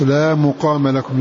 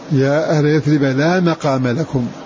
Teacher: فقرأ حفص: لا مقام لكم، يا أهل يثرب لا مقام لكم، بضم الميم. إذن غيره يقرأ بفتحها